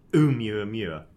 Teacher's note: there's a glottal stop at the beginning